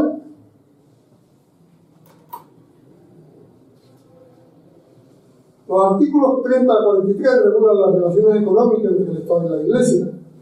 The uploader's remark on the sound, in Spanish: Os dejamos el audio de la charla que tuvo lugar en la Facultad de Geografía e Historia de la Universidad de Sevilla. El audio es extraído de los vídeos de las diferentes jornadas, los hemos mejorado dentro de lo que se puede, pero al ser sonido ambiente puede llevar algún sonido incontrolado.